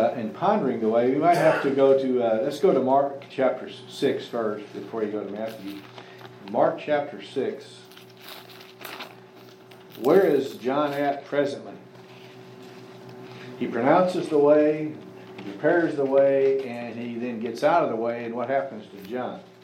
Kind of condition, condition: setting, live audience